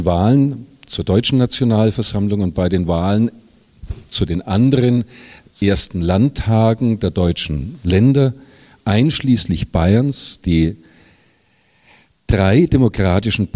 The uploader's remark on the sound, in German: in der Katholischen Akademie in Bayern aufgezeichnet bei einer Kooperationsveranstaltung mit dem Institut für Zeitgeschichte und dem Katholischen Deutschen Frauenbund